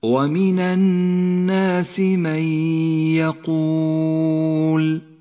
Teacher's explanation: النون الساكنة وبعدها حرف الياء، إدغام بغنة، النون لا تلفظ لذلك هي رمادية اللون، وأما الياء فتغن بمقدار حركتين ولذلك هي خضراء اللون.